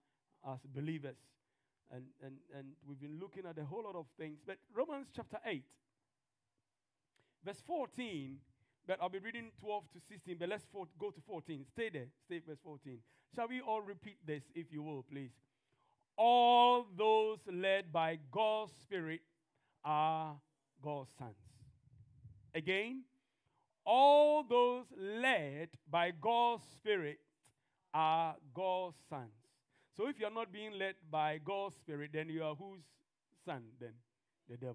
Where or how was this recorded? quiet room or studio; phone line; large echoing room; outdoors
large echoing room